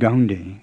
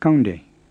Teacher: The plain one is the K you were saying in kaunde, to be good. It's not kaunde with an aspirated K like English, and it's not gaunde with an English G. It's kaunde with a plain K. · Shown in: second take · Again, it may help to try imitating an exaggerated foreign accent.